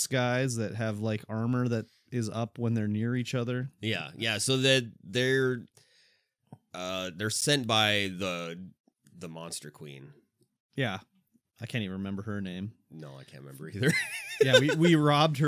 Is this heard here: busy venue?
no